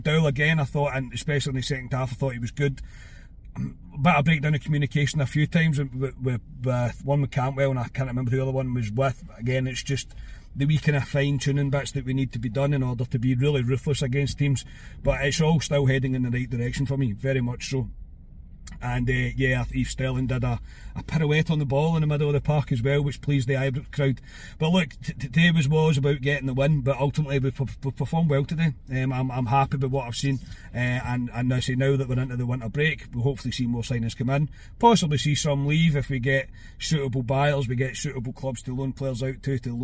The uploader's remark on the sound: Reaction from the car after leaving Ibrox.